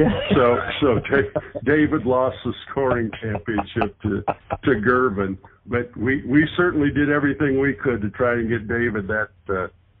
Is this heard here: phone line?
yes